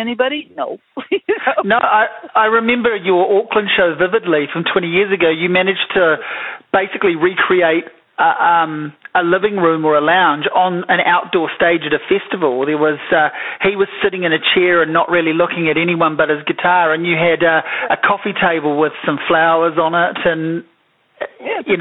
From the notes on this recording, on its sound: A phone conversation